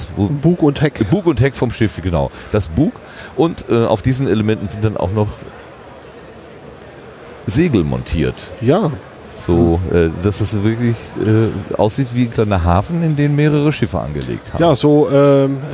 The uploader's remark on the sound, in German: 35C3 – Rundgang. Aber vielleicht schaffen wir es dennoch, mit unseren Impressionen etwas vom Flair der Veranstaltung zu vermitteln.